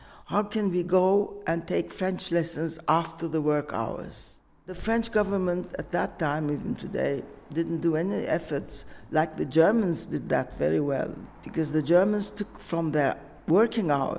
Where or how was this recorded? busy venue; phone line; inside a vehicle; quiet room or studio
busy venue